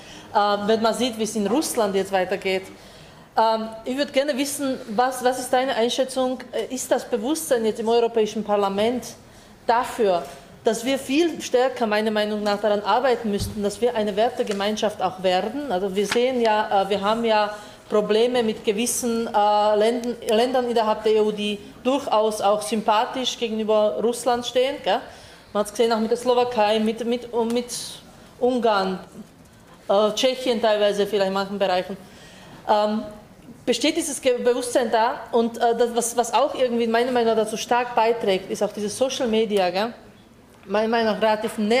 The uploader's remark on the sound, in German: Aufgezeichnet im Rahmen der Sitzung des Innsbrucker Gemeinderats